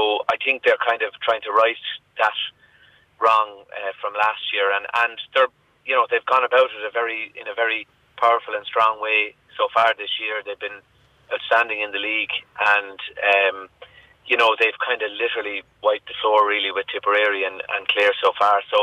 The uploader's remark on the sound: joins us on the phone